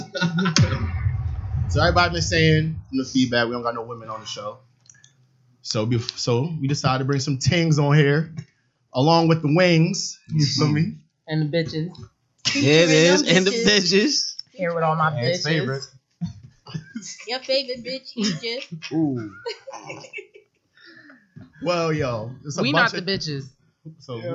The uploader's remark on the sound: few audio issues this episode, apologies!